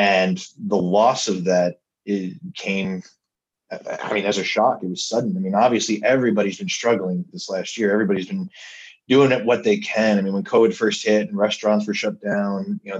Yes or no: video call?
yes